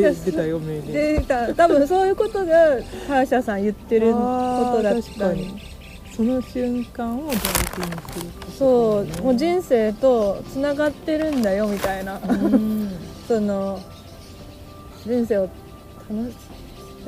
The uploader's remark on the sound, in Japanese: ピクニック収録、鳥も参加。課外活動でサンドイッチ食べながらピクニックして収録しました。